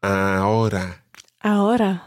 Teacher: combine the a with the ora and make it one sound and not a stop in between